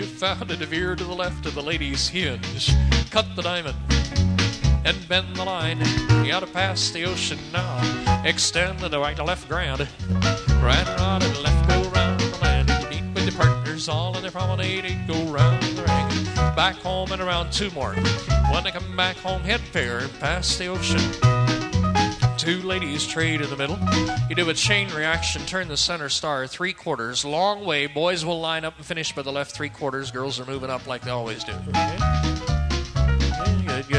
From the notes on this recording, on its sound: live dance recording